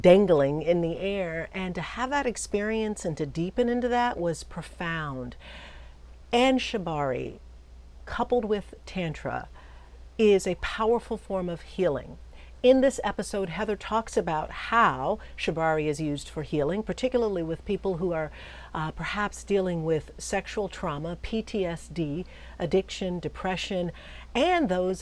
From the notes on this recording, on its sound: No, I'm not recording from my usual spot - I'm amidst the serene beauty of a North Carolina lake, as part of my exhilarating Summer Freedom Tour 2023